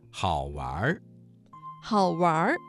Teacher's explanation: 这个词当中的完加了一个卷舌音，形成了儿化音